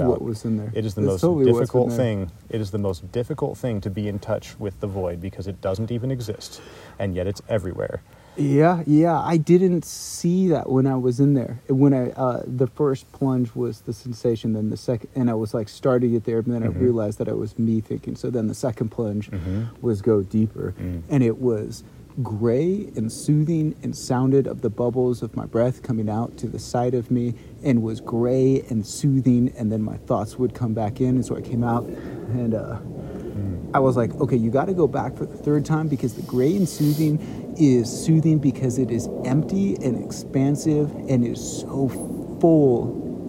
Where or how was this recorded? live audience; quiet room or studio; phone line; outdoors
outdoors